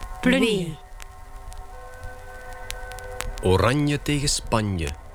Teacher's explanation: Je versmelt met voorafgaande N tot één klank. · Term: palatale nasale